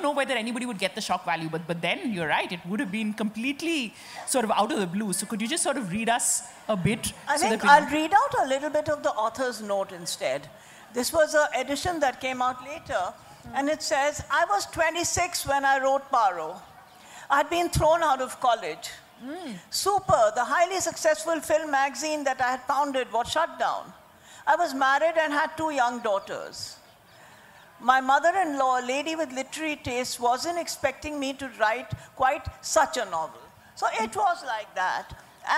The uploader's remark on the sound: This episode is a live session from Jaipur Literature Festival 2023!